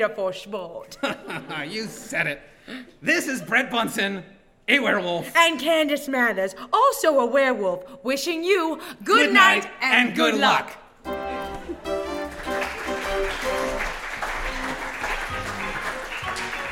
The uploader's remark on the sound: Performed live at The Highland Inn Ballroom in Atlanta Georgia on October 5th and 6th, 2015.